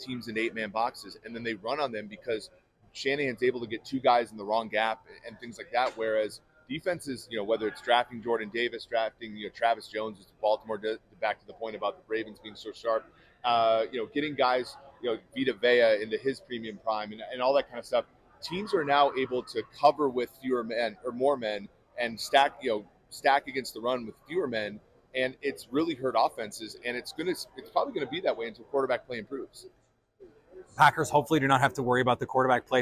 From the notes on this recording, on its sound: all live from Radio Row in Las Vegas for the Super Bowl.